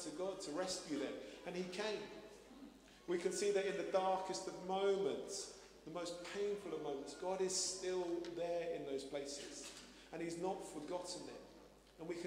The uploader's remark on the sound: Streamed live at St Paul's Shadwell on Sunday, 23 April 2023